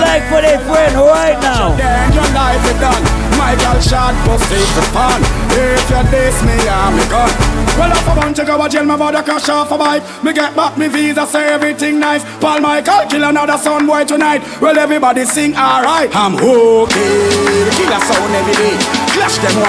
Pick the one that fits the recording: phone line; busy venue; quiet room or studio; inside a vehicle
busy venue